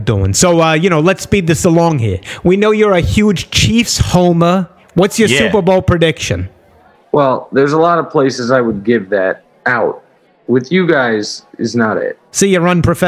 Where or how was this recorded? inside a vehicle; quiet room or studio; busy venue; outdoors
busy venue